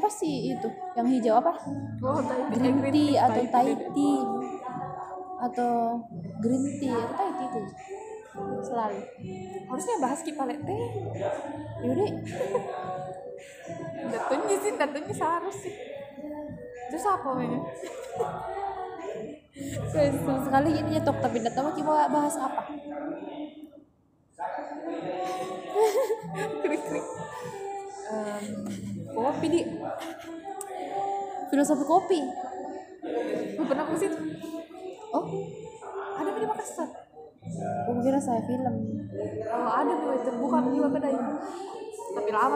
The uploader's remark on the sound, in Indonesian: Maaf kalo backsound-nya berisik, soale belum ada studio nich